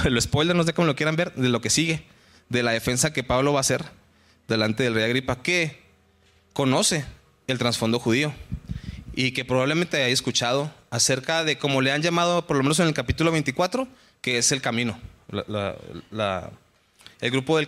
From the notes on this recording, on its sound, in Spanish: Estudio del libro de Hechos en la iglesia de Capilla Calvario Chihuahua.